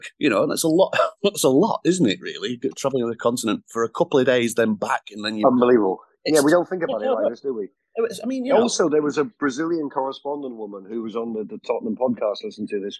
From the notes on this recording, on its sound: Chat over Zoom